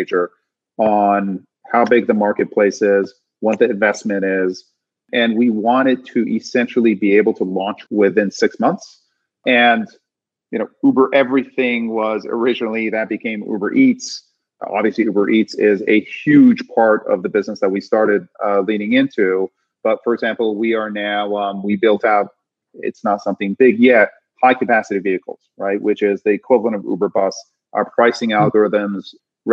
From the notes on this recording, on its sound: This episode was recorded during Iconversations, Greylock's new virtual speaker series event